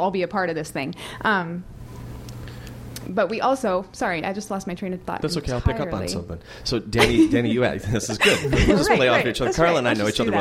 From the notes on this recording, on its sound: Stay tuned at the end for a surprise question from our studio audience! Yes a real live studio audience!